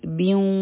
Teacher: مخکې چونکه واو راغی نو دلته کې به مونږ ادغام کوو د غنه سره